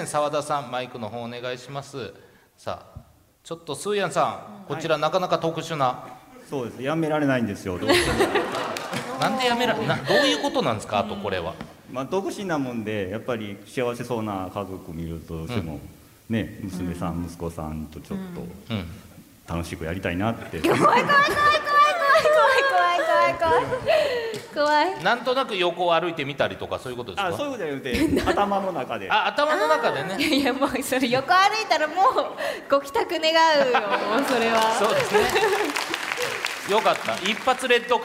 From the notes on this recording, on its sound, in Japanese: イベント公開収録。